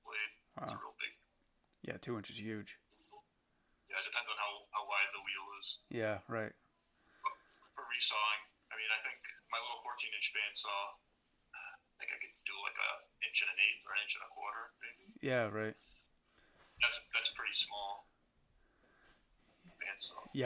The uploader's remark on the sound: this time we did an Instagram Live